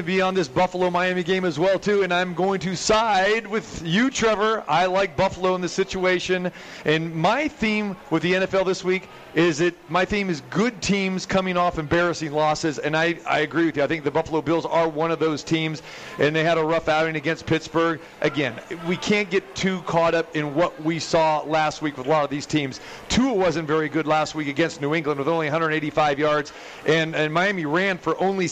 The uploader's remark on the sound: Live From The Cosmopolitan of Las Vegas